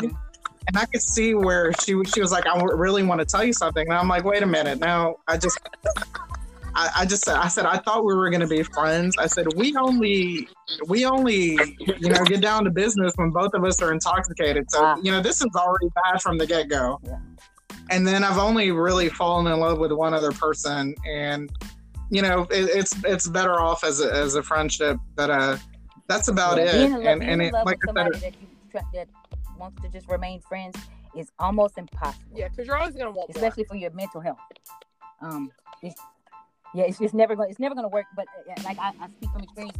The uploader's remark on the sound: Please excuse audio quality due to the coronavirus we have to practice this social distancing thing..